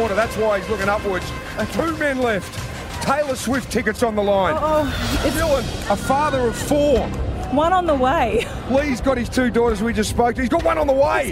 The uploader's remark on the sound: LIVE From The Playford Aquadome